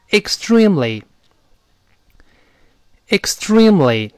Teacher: 这个 T 会浊化成浊，因为前面 X 有个 S 在这作怪啊